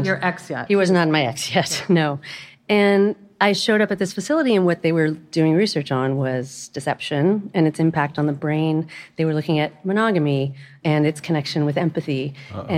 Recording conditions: live audience